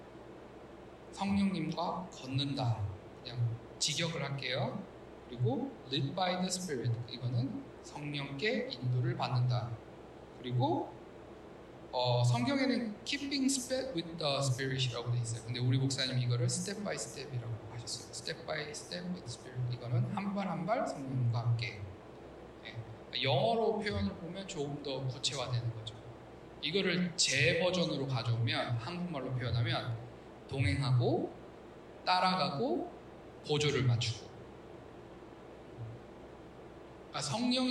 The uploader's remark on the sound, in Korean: 기계적 오류 인해, 음질이 떨어집니다.